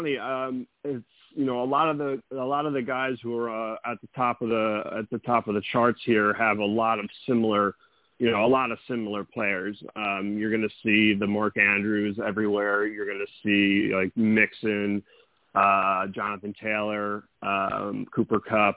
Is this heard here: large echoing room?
no